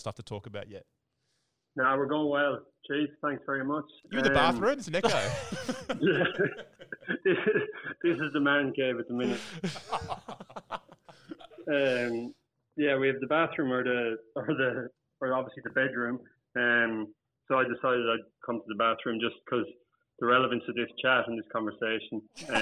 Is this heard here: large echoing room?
no